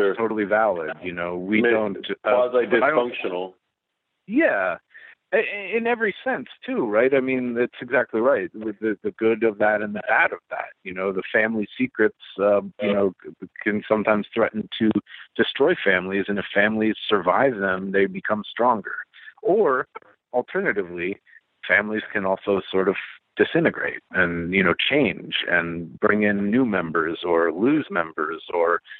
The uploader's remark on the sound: Marvel tele-press conference